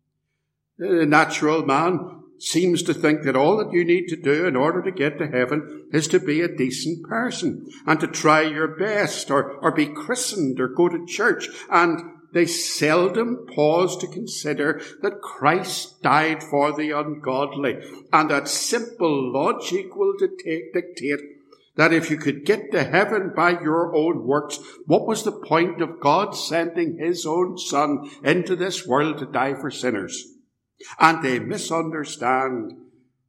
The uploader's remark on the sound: This sermon was preached at Ballymacashon Congregational Church, and Templepatrick Reformed Church, recorded at TRC